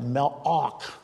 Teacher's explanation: In the Old Testament, the Hebrew word for angel is malach. They have a little guttural sound there.